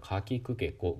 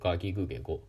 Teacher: つまり発音を行う口の中の位置っていうのが一緒なんですね